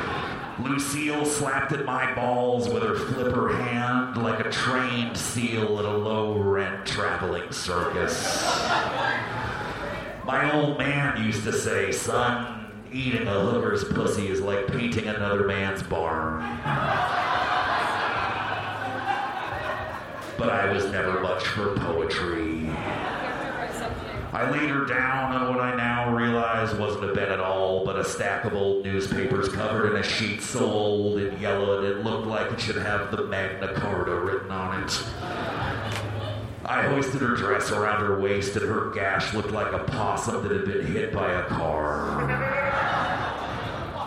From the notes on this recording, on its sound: Recorded May 8, 2015 at the Bridgetown Comedy Festival in Portland, OR